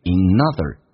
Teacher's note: In otherwords，有一个连音，inother